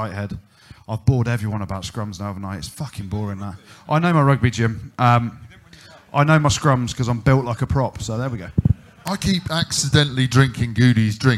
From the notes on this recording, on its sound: We're coming to you live from Walkabout, Temple, in Central London